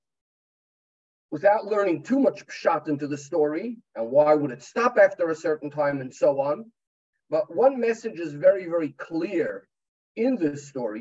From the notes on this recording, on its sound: Pre Yud Shvat Zoom Farbrengen.